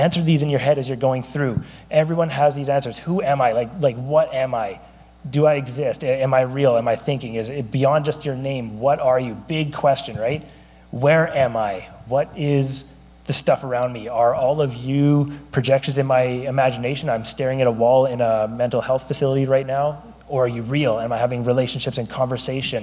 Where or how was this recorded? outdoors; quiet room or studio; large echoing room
large echoing room